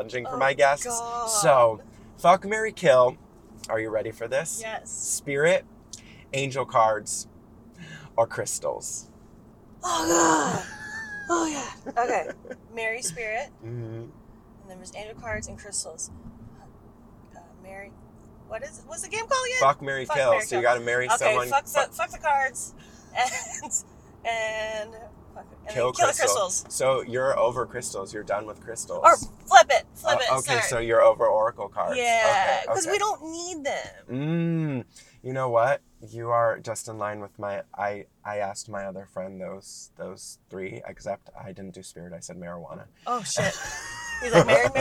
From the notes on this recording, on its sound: joins me in the car